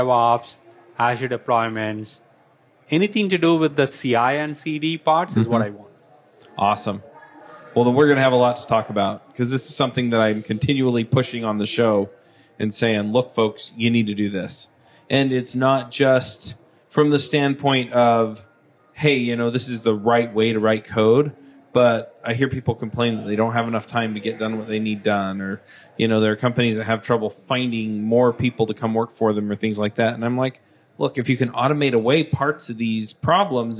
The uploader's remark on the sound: LIVE at Microsoft Build. Shure SM58 Microphone. Zoom H6.